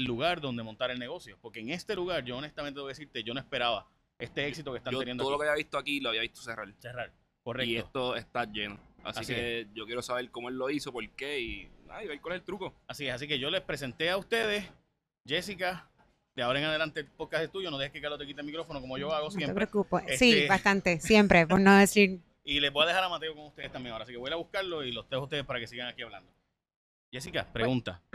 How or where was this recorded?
busy venue